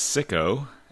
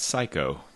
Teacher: The vowel sound in the first syllable is a short I. Change that vowel to a long I, and phonetically, you'll name another famous movie in six letters.